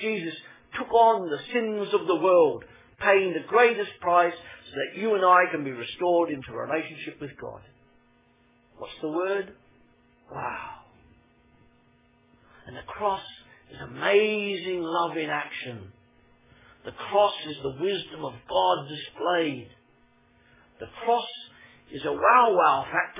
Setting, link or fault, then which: setting, large echoing room